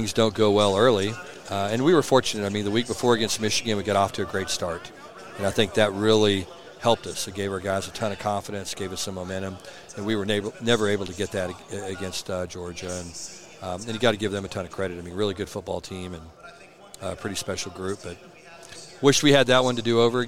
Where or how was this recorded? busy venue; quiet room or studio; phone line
busy venue